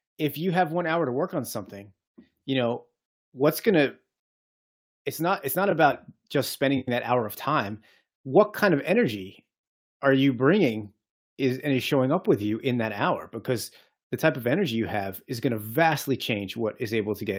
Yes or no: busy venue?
no